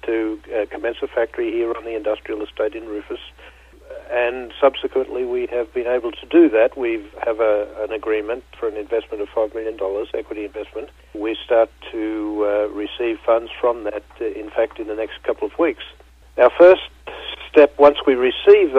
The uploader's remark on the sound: called in to SmallCapVoice